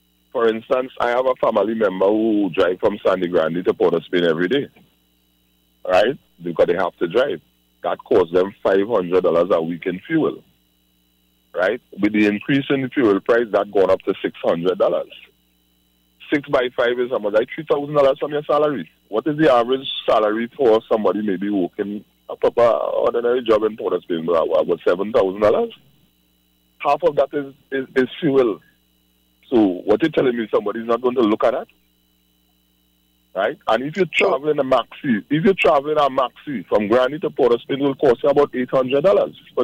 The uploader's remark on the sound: ON PHONE